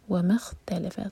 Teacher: جب ہم ملائیں میم کو خوا سے میم کو ہیوی نہ ہونے دیں اور اس کے بعد تا جو ہے وہ بھی لائٹ رکھنا ہے